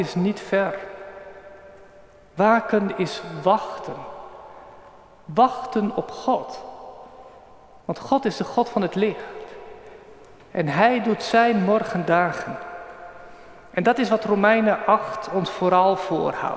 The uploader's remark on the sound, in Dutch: Opgenomen op 18 juni 2023 in de Noorderkerk te Amsterdam